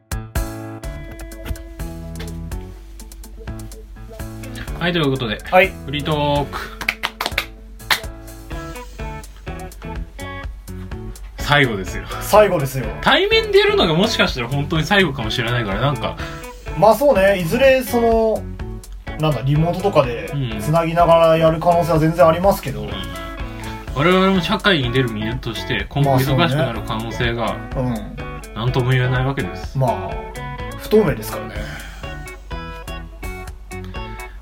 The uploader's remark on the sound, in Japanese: 録音機材：iPhone7